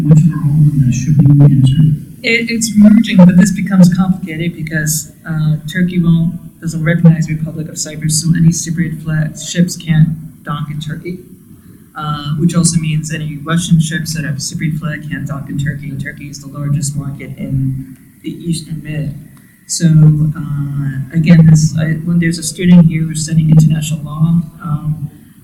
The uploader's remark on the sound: Event Recording